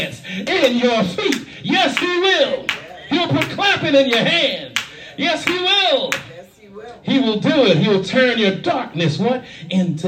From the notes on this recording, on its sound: shared this message live at the Island Nursing Home of Farmingville, NY